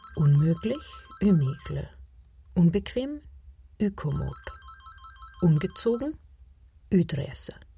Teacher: Auch das verneinende Präfix Un ist bei uns ein Ü. · Term: Frankreichisch Ü